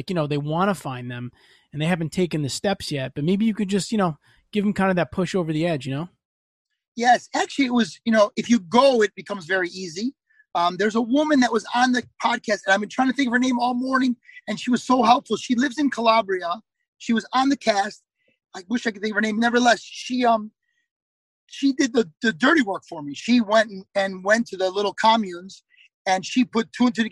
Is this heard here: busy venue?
no